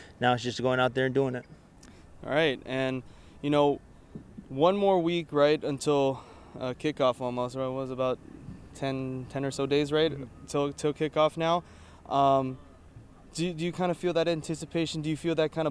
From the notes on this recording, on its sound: HNN Overtime’ goes on the road to UH football fall training camp. Go on location to the University of Hawaii for Rainbow Warriors football training camp.